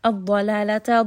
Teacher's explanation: ضَاد is heavy. Lam is light, so make sure you do not make the lam heavy.